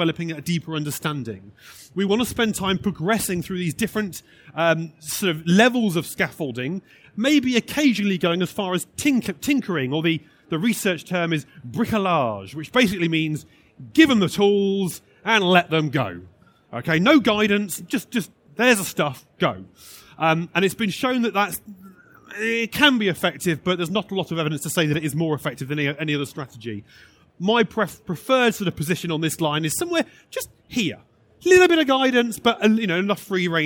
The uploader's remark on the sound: This session was recorded live on 14th November 2019 in the Tech Theatre of the Schools & Academies Show at the NEC in Birmingham.